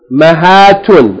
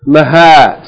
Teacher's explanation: pronounce the Tarmabuta as a T, and then read it in the pause form as a H without its vowels